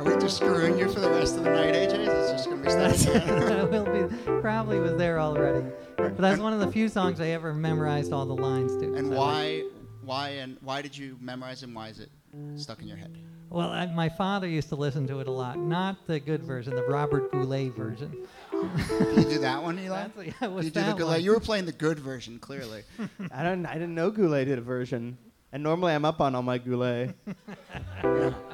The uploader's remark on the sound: Ask Roulette is a conversation series in which strangers ask each other questions on stage. Our January birthday event at Housing Works Bookstore in New York City. Some audience members.